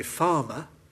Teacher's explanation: people like me who say farmer, with no R sounds at all